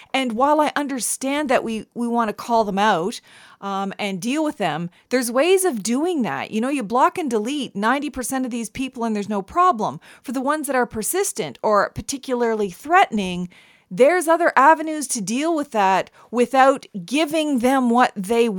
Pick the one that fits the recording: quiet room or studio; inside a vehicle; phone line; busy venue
quiet room or studio